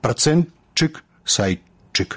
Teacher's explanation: па праўдзе гук «т» павінен зліцца з наступным «ш» у гук «ч». Але ж далей ідзе яшчэ адзін гук «ч», то як «працэнчык», «сайчык».